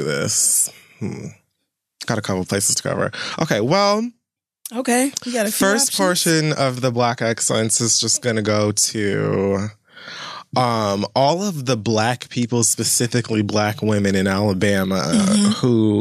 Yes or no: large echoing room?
no